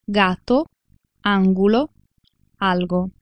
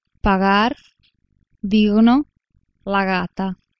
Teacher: la parte posteriore della lingua si solleva verso il velo del palato senza premere totalmente contro di esso e lasciando uscire l'aria · Shown in: second take · Term: fricativo